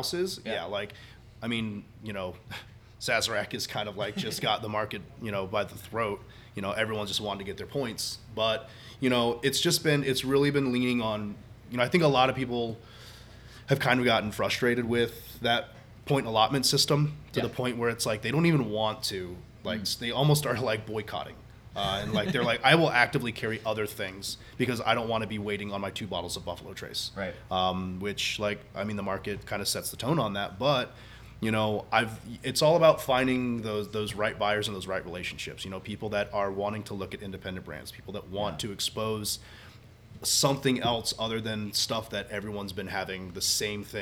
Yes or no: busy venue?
yes